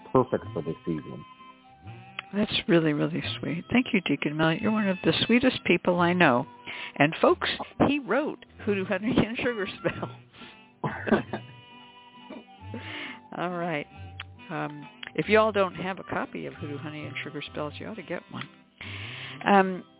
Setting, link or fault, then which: link, phone line